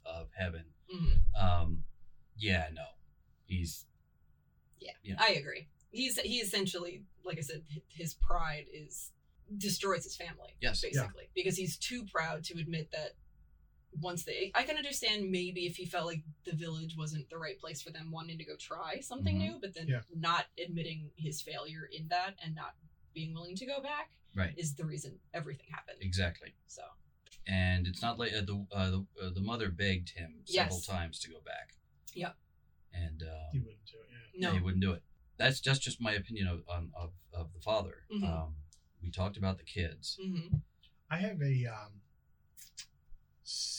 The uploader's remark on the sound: Since we're still learning, we botched the actual recording of the audio, so we used the sound from the two cameras we shot the video version of the show with. We sound fine, but it's a little "room-toney".